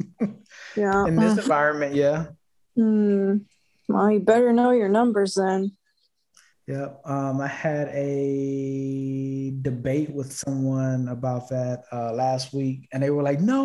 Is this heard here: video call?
yes